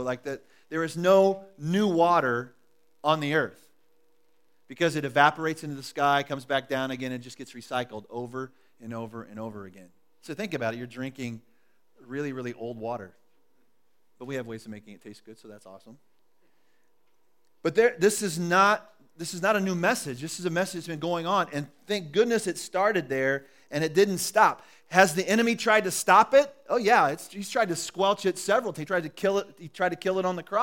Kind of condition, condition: setting, large echoing room